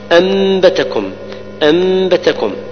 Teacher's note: الآن نذهب إلى الآية 17، أنبتكم، أنبتكم، النون السكنة جاء بعدها الباء، ما حكمها؟ الإقلاب ميما مخفة مع غنة